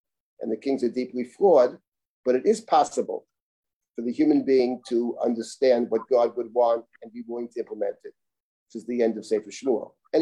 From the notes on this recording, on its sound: This audio was originally captured from Zoom.